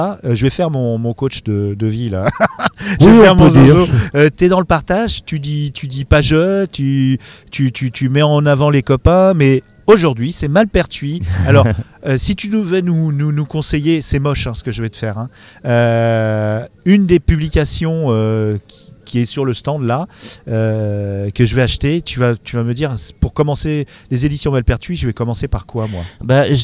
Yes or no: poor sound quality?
no